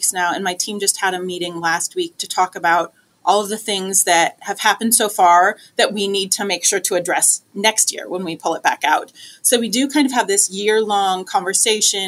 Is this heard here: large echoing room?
no